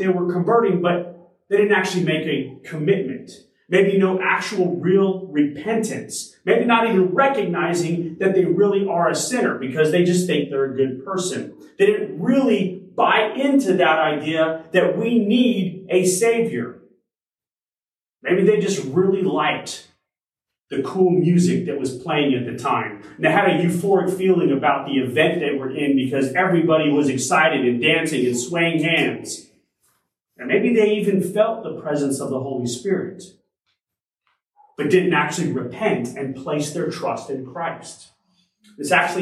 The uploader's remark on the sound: Originally delivered on January 22, 2023 at Crossroads Christian Fellowship in San Antonio, TX.